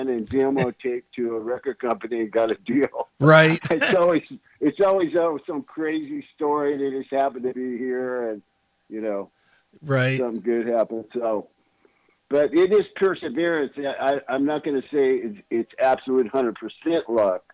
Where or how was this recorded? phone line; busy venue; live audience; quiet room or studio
phone line